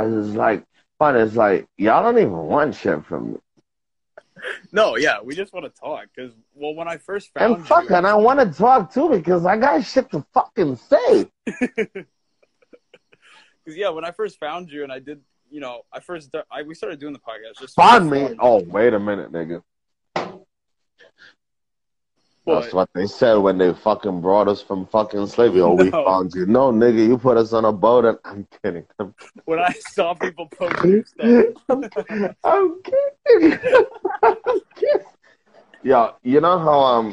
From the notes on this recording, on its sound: went live on Instagram